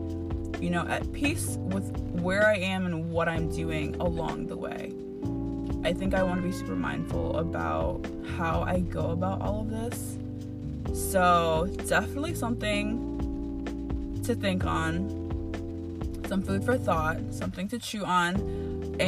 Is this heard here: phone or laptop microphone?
yes